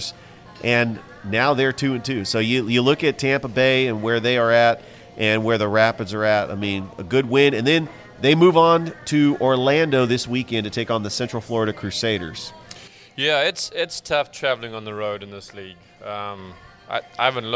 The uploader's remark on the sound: Live from Ivy Park Sports and Grill